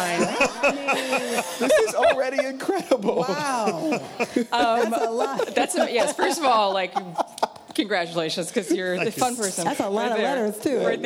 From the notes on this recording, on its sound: before a live studio audience